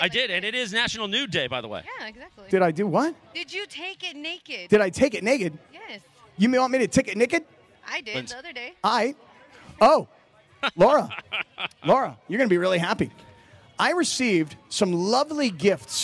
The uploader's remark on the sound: LIVE from the West Covina Sportsplex